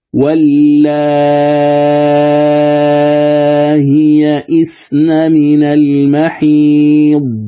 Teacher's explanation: لاحظ أن الهمزة مسهلة لكن لا مد فيها · Term: التسهيل